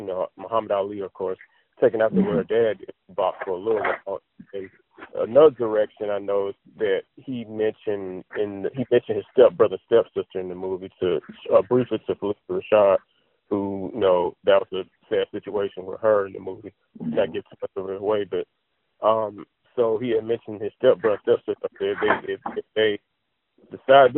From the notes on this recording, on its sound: via phone commentary